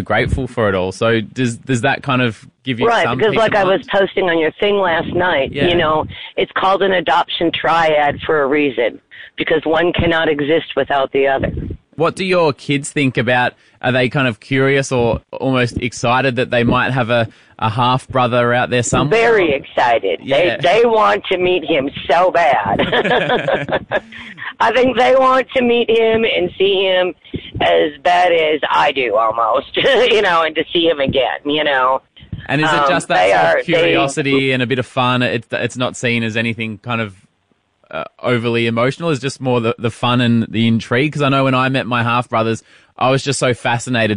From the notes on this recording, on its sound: Phone Call to Birth Mother.